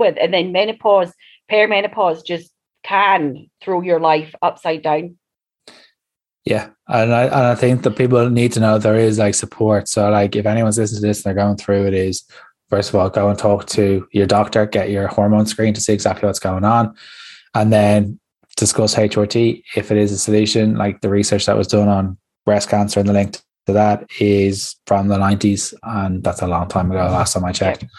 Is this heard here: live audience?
no